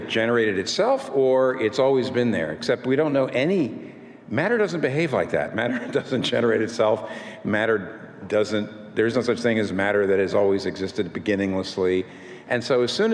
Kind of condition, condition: setting, live audience